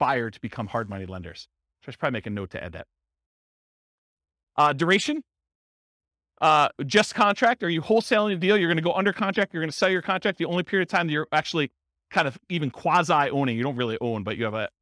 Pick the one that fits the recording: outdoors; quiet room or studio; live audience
live audience